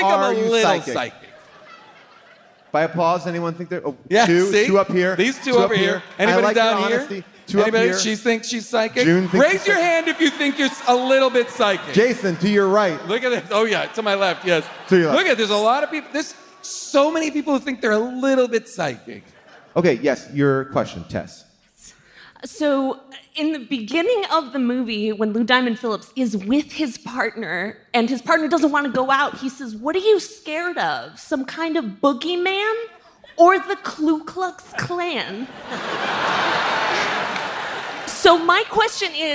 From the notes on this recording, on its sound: LIVE from the Chevalier Theatre in Boston. In the theater during the audience Q&A.